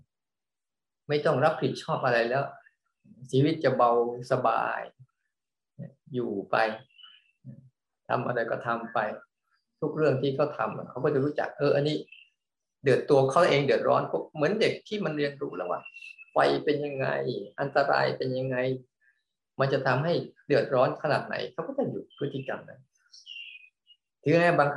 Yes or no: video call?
yes